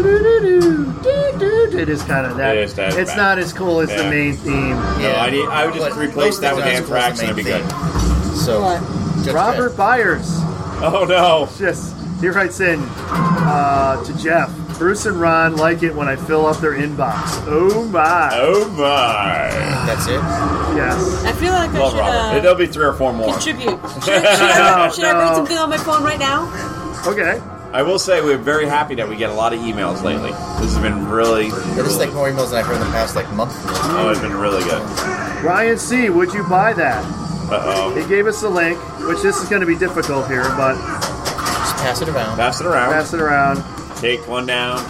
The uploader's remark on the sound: This week we are live. From the Silverball Saloon in East Rochester, NY.